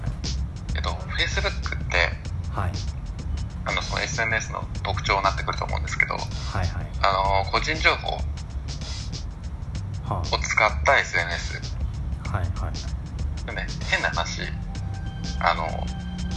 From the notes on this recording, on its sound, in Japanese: ベトナムと日本の国際電話の音声です